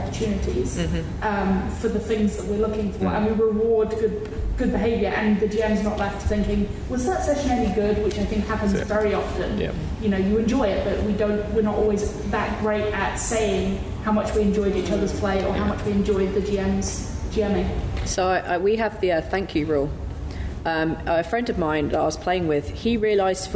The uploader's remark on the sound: MCM Comic Con London 2023. A live recording of the panel. Please note - due to the live nature of this recording, the audio levels may vary.